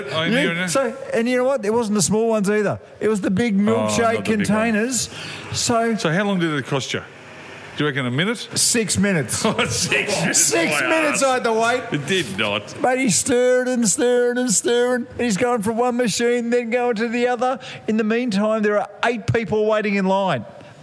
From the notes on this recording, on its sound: This week we're live at Bells Hotel in South Melbourne